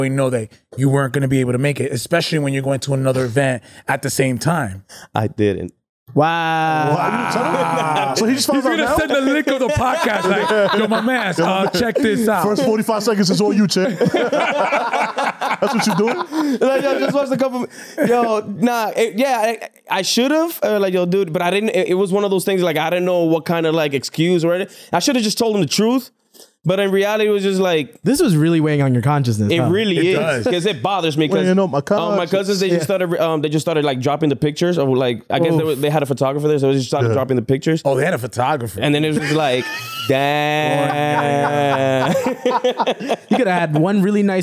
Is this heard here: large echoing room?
no